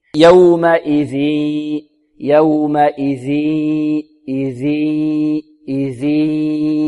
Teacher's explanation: لابد أن ينطق الذال من طرف اللسان مع طرف الثنايا العليا، والصوت يكون من الفم في الذال، والهمزة يكون الصوت من الفم، وبعد ذلك في الغنة يكون هناك صوت من الخيشوم، يومئذ، يومئذ، إذي، إذي، يتذكر.